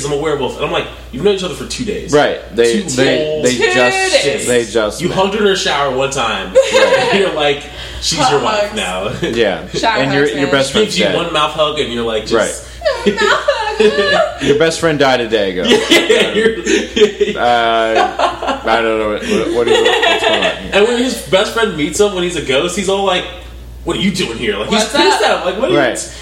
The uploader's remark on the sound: SORRY in advance for the audio quality!